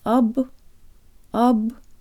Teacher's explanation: The O sounds like an A-flavored schwa.